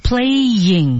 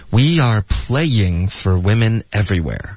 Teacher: 对一定要这个 y 的音把这两个音节分开